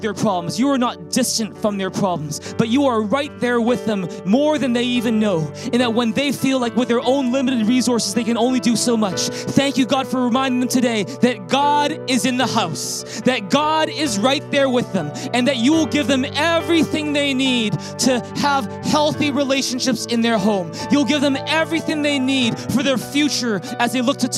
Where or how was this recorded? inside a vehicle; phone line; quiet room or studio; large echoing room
large echoing room